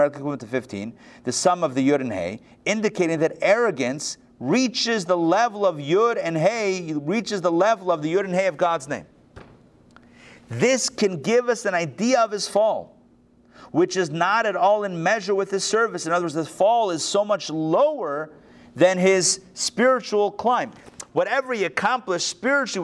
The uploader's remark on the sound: Recorded live at the Intown Jewish Academy on January 23, 2022